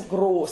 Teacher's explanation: This is a definite closed long O.